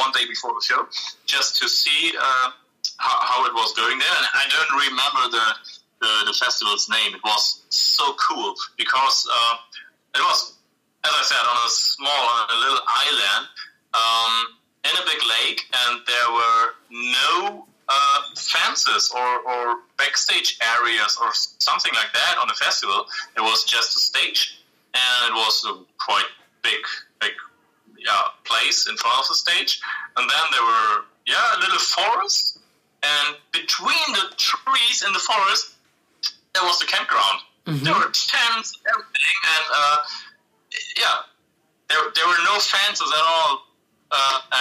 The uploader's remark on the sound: Having a little rendezvous via phone. Minor technical difficulties for the first minutes (Crackling).